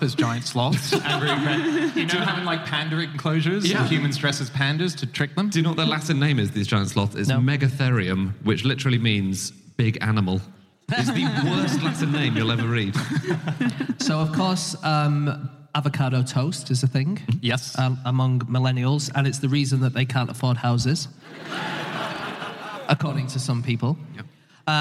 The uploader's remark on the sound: Live from Liverpool